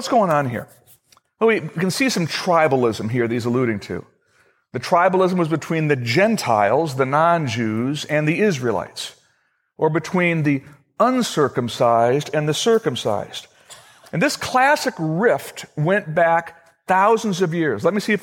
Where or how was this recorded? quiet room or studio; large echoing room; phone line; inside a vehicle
large echoing room